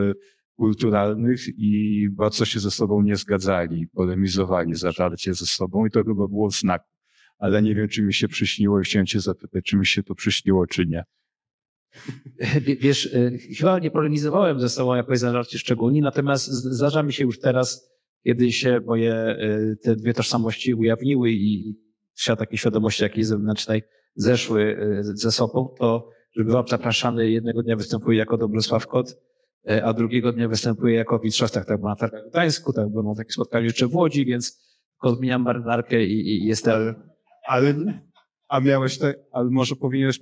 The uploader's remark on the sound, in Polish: Literatura na żywo z Big Book Cafe MDM.